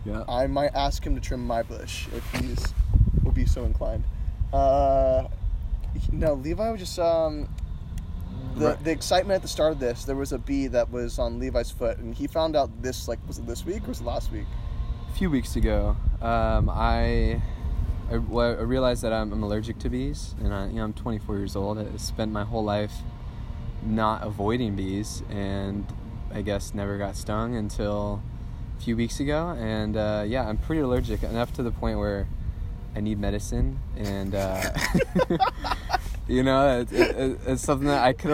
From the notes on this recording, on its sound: we sit in a parking